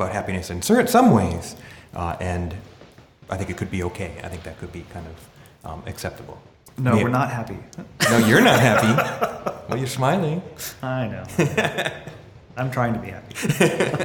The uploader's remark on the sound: Our second live recording — actually live this time and broadcast via webstream across the Internets — was recorded in the lobby of the Jodo Shinshu Center.